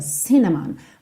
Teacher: Essa palavra canela em inglês, cinnamon, tem a sílaba tônica na primeira sílaba